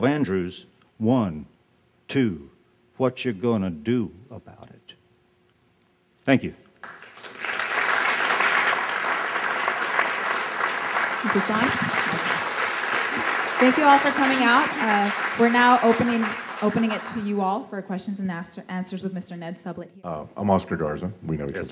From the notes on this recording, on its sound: Keynote address at Zócalo’s conference on Race and Immigration in Post-Katrina America.